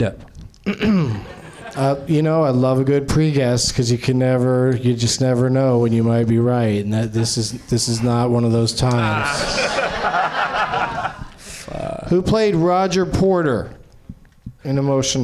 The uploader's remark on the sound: Live from Nerdmelt in Los Angeles